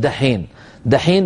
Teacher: رخوة مهموسة، عفوا لا أقول رخوة، مهموسة والدال مجهورة أقوى منها، فمع مرور الزمن كأن الناس قلبوا التاء المهموسة إلى دال مجهورة